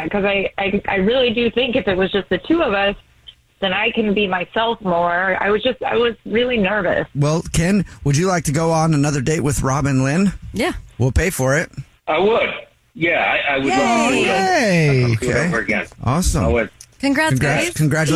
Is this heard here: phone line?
yes